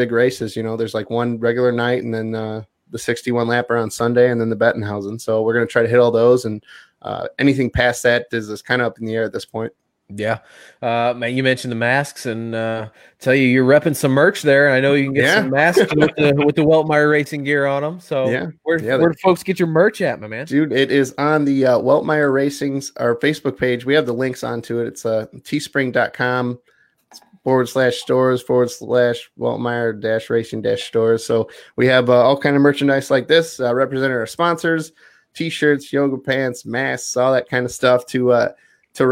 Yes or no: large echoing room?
no